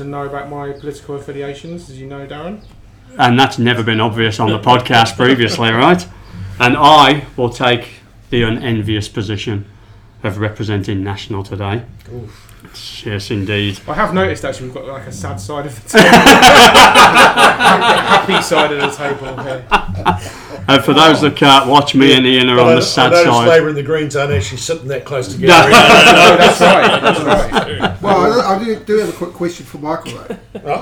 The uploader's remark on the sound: Recording in the lovely little theatre behind Garnet Station in Auckland. Recording in the lovely little theatre behind Garnet Station in Auckland.